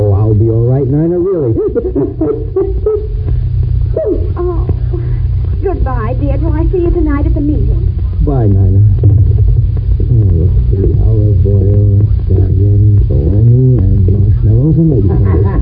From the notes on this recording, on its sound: Audio is poor and muffled.